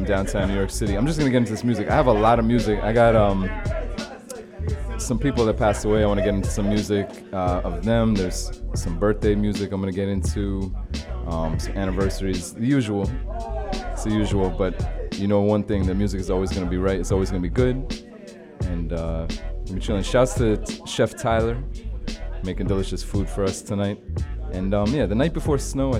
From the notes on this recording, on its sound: Originally broadcast live on March 13, 2017 from the storefront of The Late Late Bar on Houston Street in New York City.